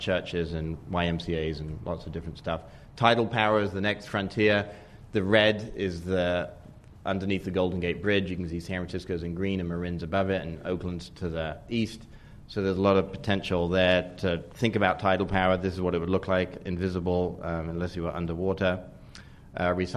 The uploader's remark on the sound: This program was recorded in front of a live audience at The Commonwealth Club on May 2, 2009